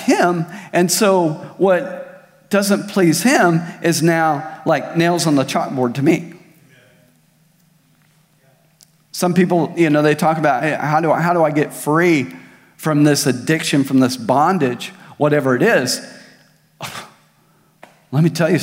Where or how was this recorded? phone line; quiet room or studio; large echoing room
large echoing room